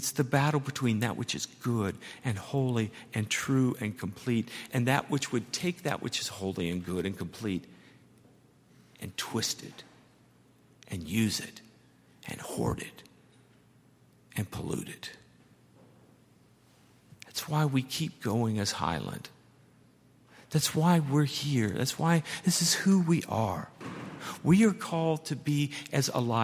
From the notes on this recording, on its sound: at Highland Baptist Church